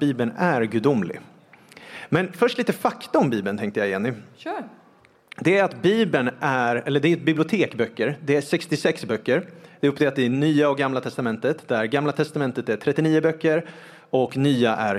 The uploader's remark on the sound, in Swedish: Vi höll en livepodd på Livets Ords Youth Conference den 2 November 2023.